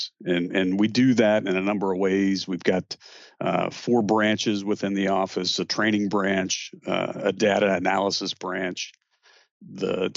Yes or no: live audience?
no